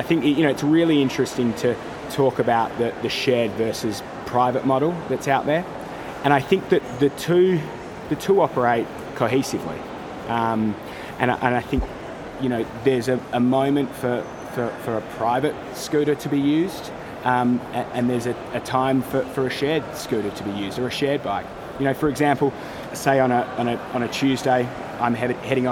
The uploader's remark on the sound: out and about, so please excuse the background noise